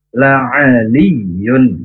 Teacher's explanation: di sini yang ditekan itu bukan huruf ain ke lam, tapi lam ke ya-nya.